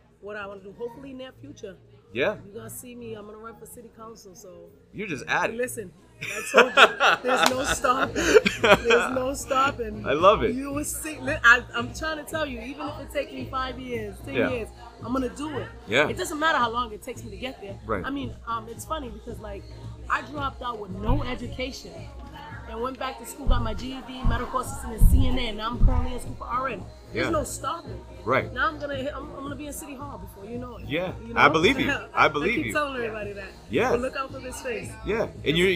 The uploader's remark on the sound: Live from the recent 'No Judgement Foundation' drive.